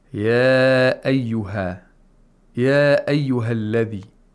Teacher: he also lengthened the ya ayyuha. The ya was lengthened to four vowel counts.